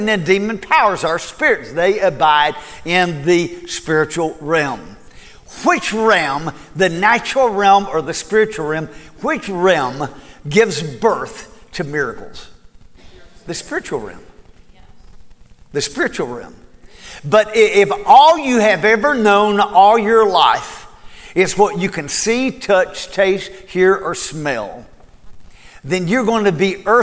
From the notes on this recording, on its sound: Recorded at Cornerstone Church